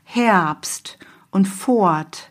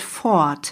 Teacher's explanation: Also sprich, dieses R, fort, wird eher zu einem A.